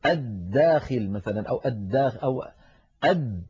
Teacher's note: هذا الحرف عندما تنطقه العرب فإنهم يحبسون النفس، أد، يعني مثلا نقول الداخل مثلا أو الداخل أو أد، فنجد بأن الصوت النفس قد انحبس تماما، وكذلك الصوت. فالدال ينحبس عند النطق بها النفس فهي حرف مجهور، والصوت فهي حرف شديد